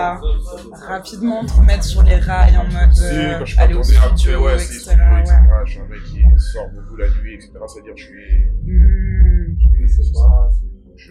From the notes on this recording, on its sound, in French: On a enregistré le podcast dans les backstages du concert - Sorry pour le bruit de fond. Juste avant son premier concert à Montréal, dans le cadre du festival des Francos.